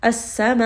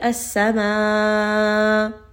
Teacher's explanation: Now you hear I'm raising the voice a little bit on the hamza. · Shown in: first take · Now the reason for this is that you can drop the hamza very easily. · Term: nabr